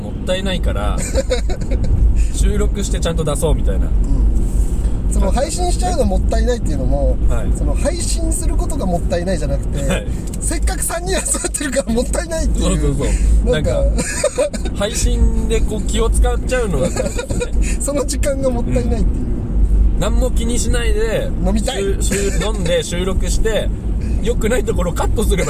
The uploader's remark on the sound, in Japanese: ３周年記念北見オフラインに向かうドライブ収録！